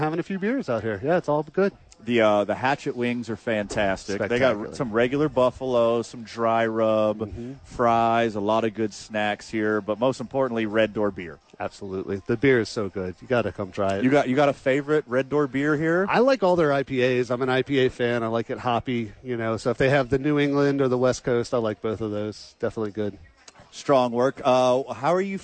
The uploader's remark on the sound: live from ABQ AXE